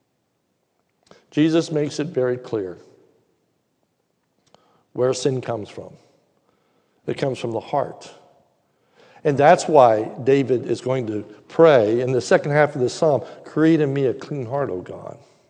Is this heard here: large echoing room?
yes